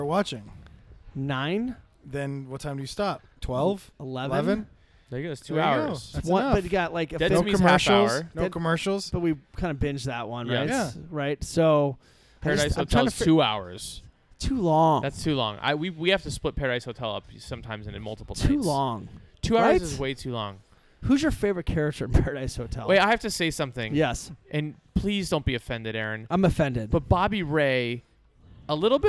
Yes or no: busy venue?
yes